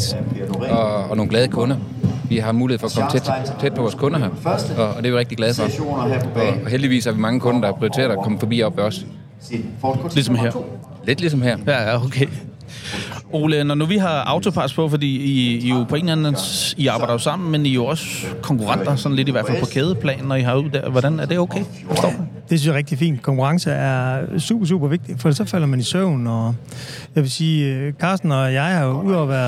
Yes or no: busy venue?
yes